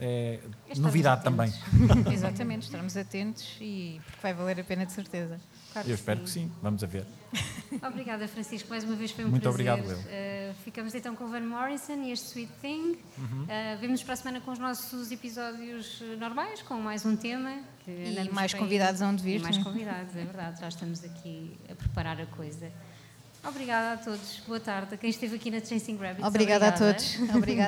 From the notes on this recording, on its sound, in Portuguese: … AO VIVO. Chasing Rabbits Record Store.